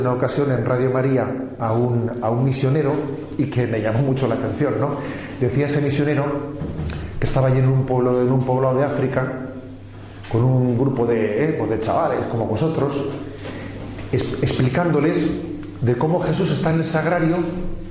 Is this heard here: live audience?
yes